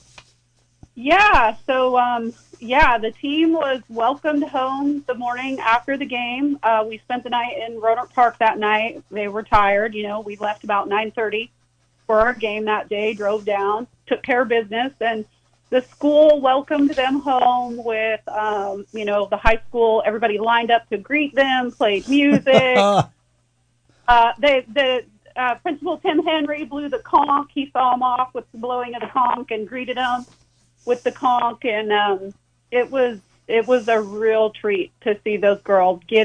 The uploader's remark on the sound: an hour of community call ins